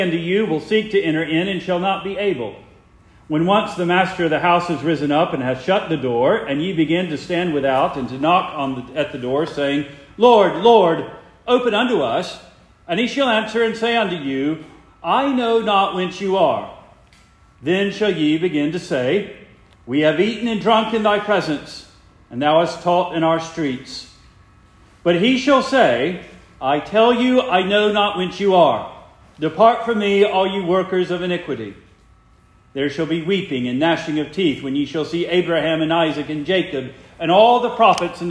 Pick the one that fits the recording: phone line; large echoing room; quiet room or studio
large echoing room